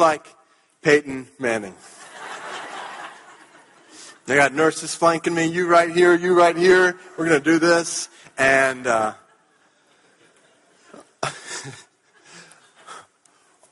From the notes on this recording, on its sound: At our Evangelicals for Life Conference